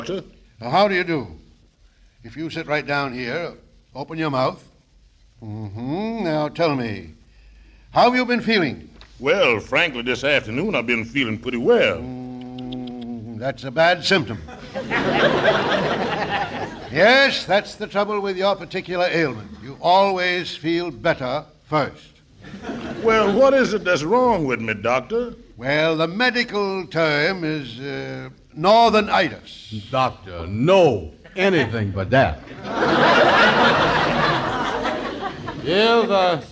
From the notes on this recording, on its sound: First show before a live audience.